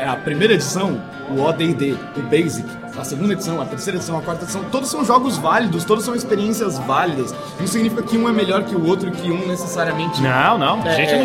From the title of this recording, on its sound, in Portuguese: Ao vivo do Balde Galático